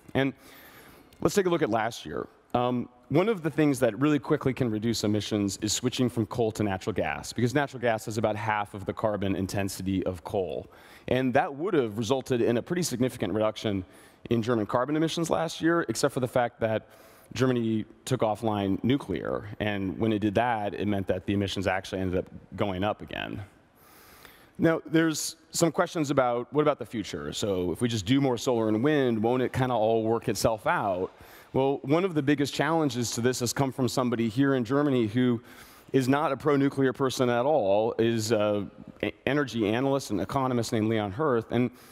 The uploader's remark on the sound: This talk was given at a TEDx event using the TED conference format but independently organized by a local community.